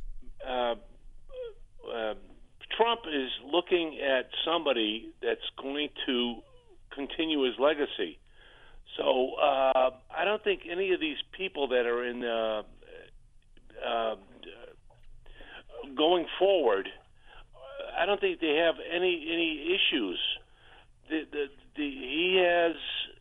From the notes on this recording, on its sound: listeners call